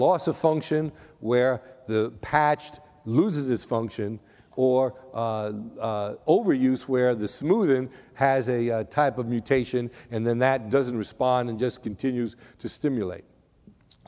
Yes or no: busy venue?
yes